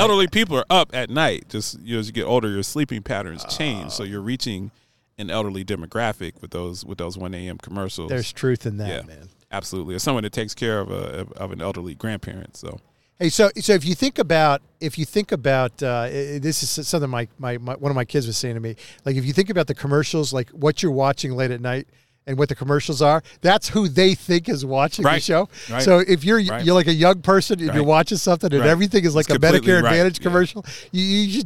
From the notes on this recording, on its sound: broadcasting from Downton Nashville at the Music City Center at the VIVE Healthcare Tech Conference